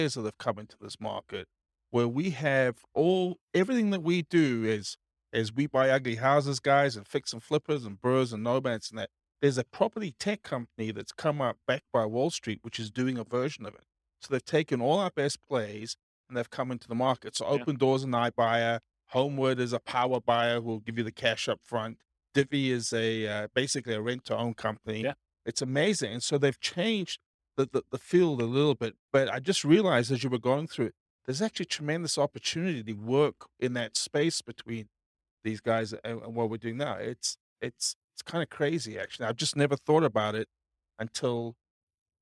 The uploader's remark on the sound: This was a live class recorded. Rochester, New York.